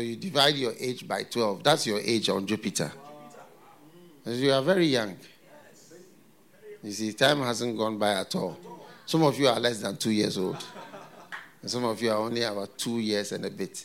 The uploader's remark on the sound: Preached at FLOW Church Service.